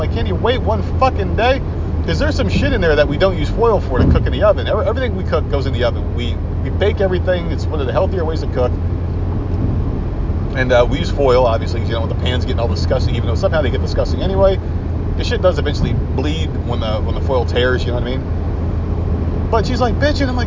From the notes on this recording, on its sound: Road trip! Drives with you from Charleston to Myrtle Beach and rants along the way. Then screams at other people on the road when he hits civilization.